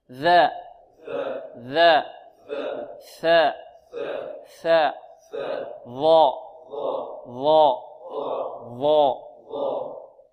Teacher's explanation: ثلاثة أحرف تخرج من طرف اللسان مع طرف الثنايا العليا، هي ماذا؟ الذال والثاء والظاء.